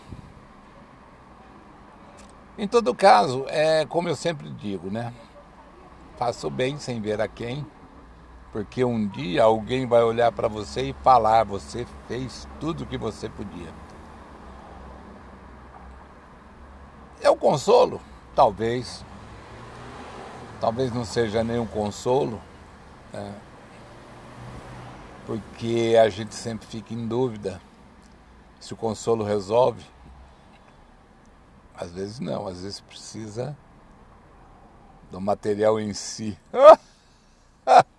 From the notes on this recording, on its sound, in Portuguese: Esperando no carro. Gravado no meio da rua.